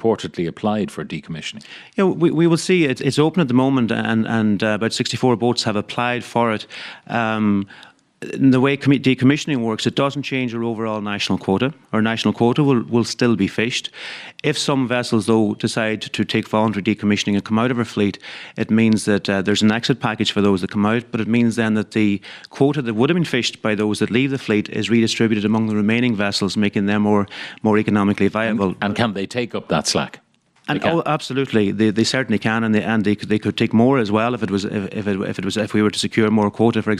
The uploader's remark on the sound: we were live from the Irish Skipper Expo at University Limerick